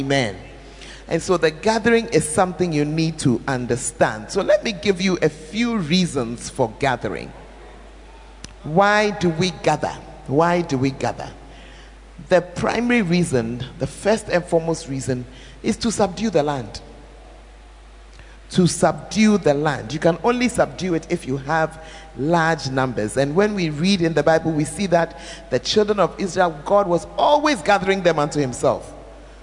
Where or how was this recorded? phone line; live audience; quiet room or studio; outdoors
live audience